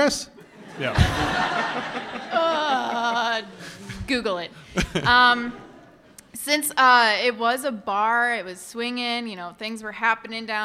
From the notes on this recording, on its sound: Live from C2E2 in Chicago. In our very first live show, we do all the things we set out to do, which was mainly to get one good, audible groan out of the audience. We also opened up the floor to hear ghost stories from the audience.